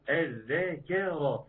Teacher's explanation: الذال لازم تاخد لانها مشددة فتاخد الزمن بتاعها، لانها الحرف المشدد بحرفين